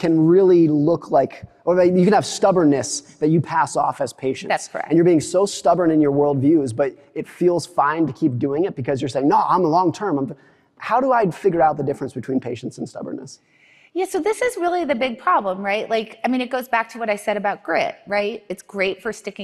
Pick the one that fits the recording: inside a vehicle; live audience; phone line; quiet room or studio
live audience